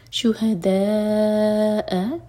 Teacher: شہداء دا مد متصل چار حرکہ لمبا اس کے بعد حمزہ پر کٹ آف ساؤنڈ